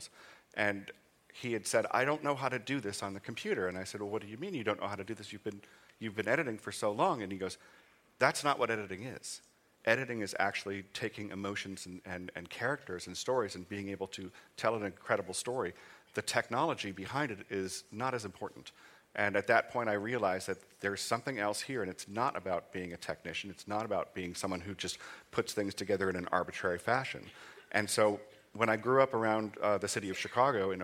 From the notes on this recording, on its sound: Recorded live at the Nordic Media Days Festival in Bergen Norway.